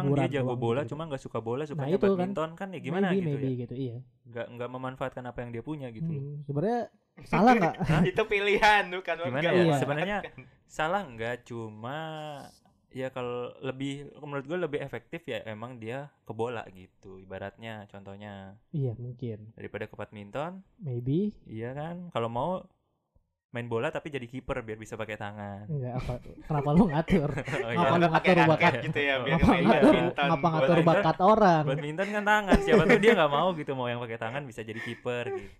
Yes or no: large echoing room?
no